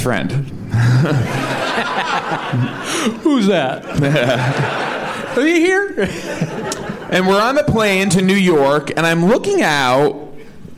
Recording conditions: live audience